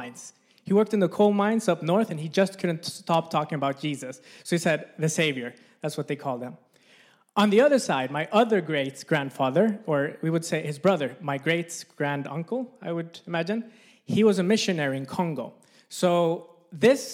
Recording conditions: live audience